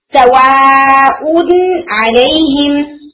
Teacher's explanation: ایون تنوین میں بھی، اگر تنوین ہے آپ کے پاس اور تنوین کے بعد ان سکس ورڈز میں سے کوئی حرف آیا ہے تو ہم وہاں پر تنوین میں پائے جانے والے نون کا اظہار کرتے ہیں. اور نون کیا ہو جاتا ہے، مظہر، یعنی پرومیننٹ ہو جاتا ہے، نون کلیئرلی پڑھا جاتا ہے. جیسے فار ایگزامپل سواؤن علیہم، تو یہاں پہ آپ دیکھیں تنوین کے بعد کیا آ رہا ہے، عین آ رہا ہے، سواؤن علیہم. · Term: اظہار الحلقی